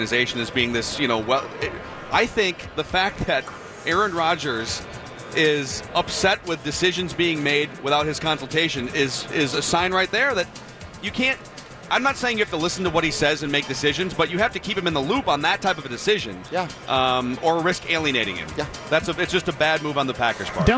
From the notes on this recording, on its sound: Live from Radio Row all week.